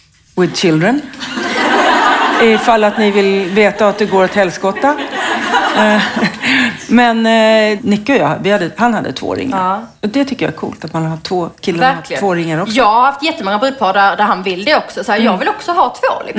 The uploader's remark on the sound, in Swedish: Livepodd